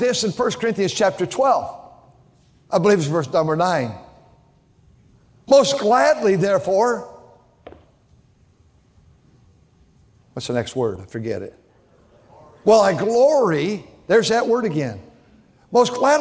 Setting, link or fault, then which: setting, large echoing room